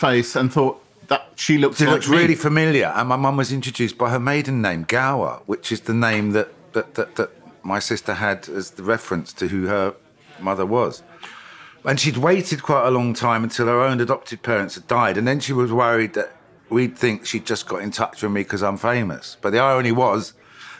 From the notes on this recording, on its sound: share a meal courtesy of the wine workshop and kitchen 28-50 in Kensington, London